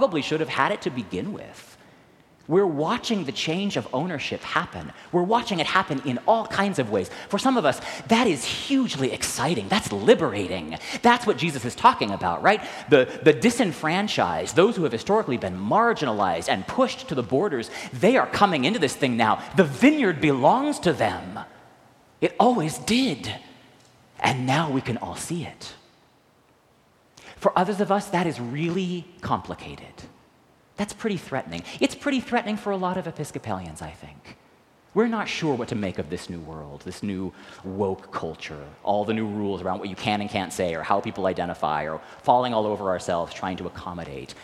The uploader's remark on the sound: recorded live at the 10:00am service on Sunday, October 8, 2023.